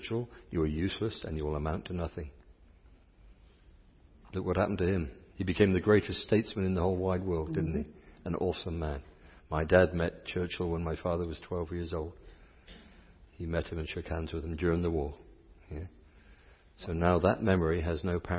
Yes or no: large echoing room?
yes